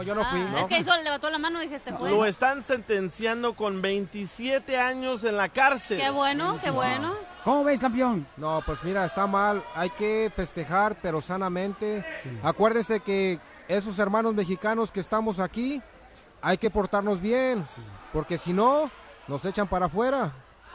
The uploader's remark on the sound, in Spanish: Escucha la transmisión en vivo desde Anaheim.